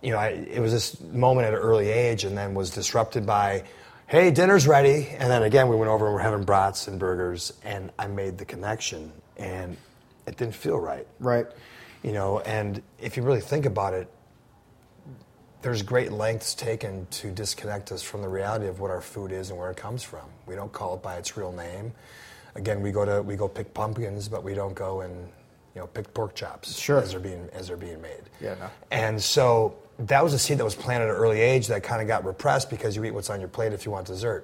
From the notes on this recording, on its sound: This show was taped live at Café of India in Washington, DC.